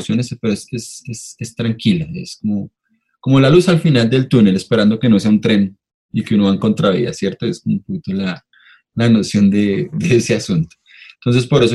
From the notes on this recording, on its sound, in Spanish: Episodio grabado el 25 de junio de 2020 en línea, desde Bogotá - Colombia y Gante - Bélgica.